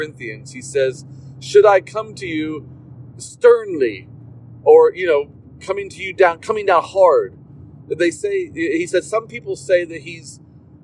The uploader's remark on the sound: in the car while driving